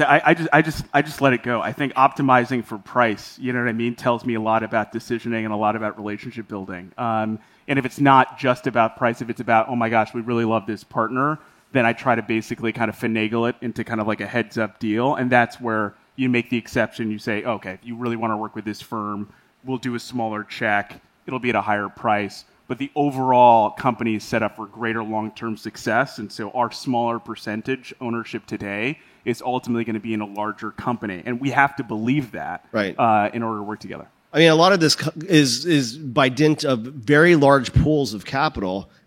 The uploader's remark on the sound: Recorded on March 1, 2022 at the Upfront Summit.